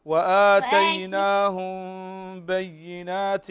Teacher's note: الميم ساكنة وبعدها الباء إخفاء شفوي